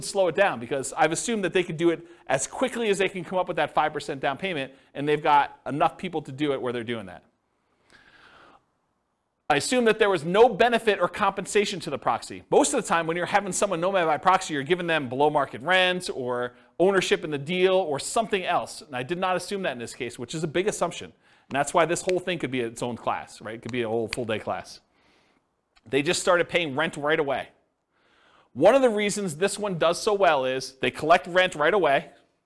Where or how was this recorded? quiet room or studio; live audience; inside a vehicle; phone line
live audience